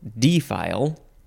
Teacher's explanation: Next is the second form of defile. And you can also emphasize the first syllable